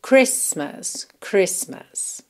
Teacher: nós não pronunciamos o T na palavra Christmas